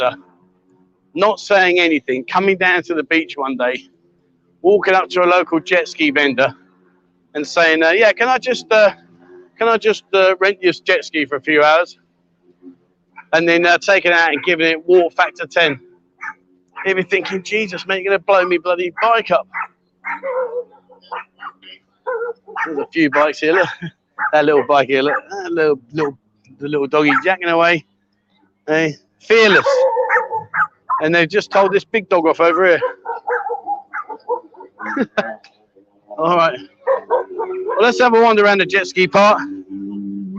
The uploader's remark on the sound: "LIVE WALKABOUT" Join me on random walkabouts around Pattaya, Jomtien and much more. Welcome to a Pattaya City themed livestream here on Buzzin Pattaya.